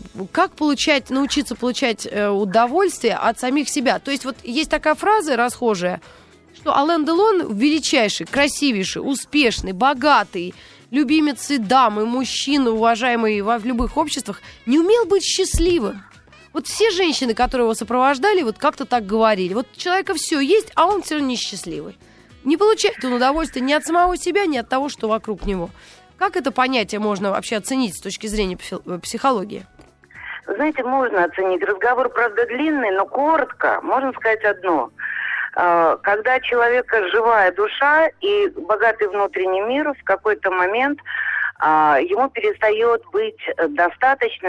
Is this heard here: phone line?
yes